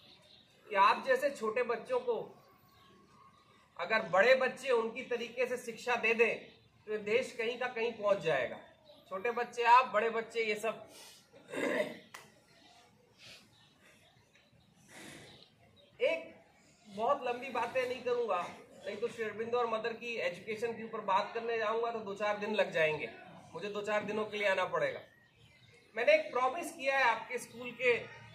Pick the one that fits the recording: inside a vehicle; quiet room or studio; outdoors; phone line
outdoors